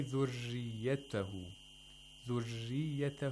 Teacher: you pronounce the ra with vibration of the tip of the tongue. It's not a trill. It's different from a trill.